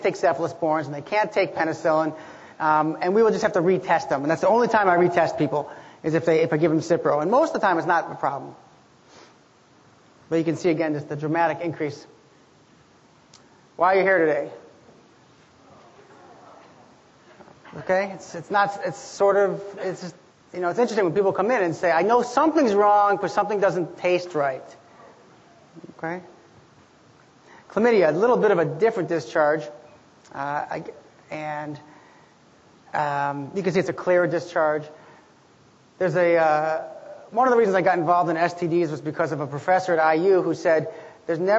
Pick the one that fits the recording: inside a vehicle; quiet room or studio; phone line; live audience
live audience